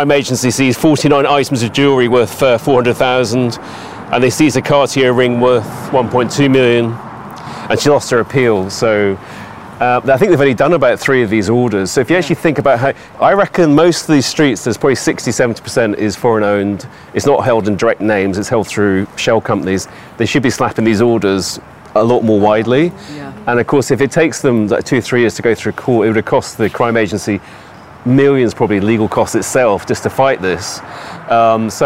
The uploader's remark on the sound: I’m in Knightsbridge outside the Mandarin Oriental Hotel, the epitome of London style and wealth. I’m on a mission to walk the streets and the neighbourhoods of Belgravia and Chelsea.